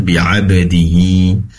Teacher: Kemudian, Asra matobi'i, dibaca 2 harakat. Bi'abadi, pastikan memantul qalqalah daripada sifat ba' ya